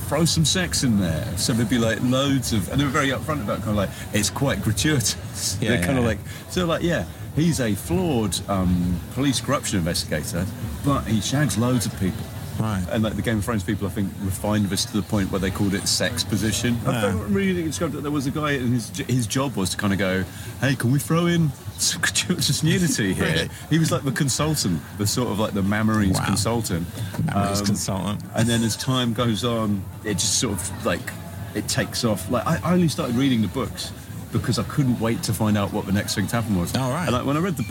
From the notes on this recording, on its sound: Joins us live from Edinburgh Fringe, hence the clear background noise of people having way too much fun in the daytime.